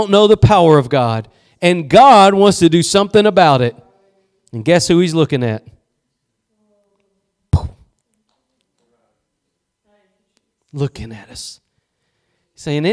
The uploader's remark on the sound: Preached at Gospel Lighthouse in Bossier City, La.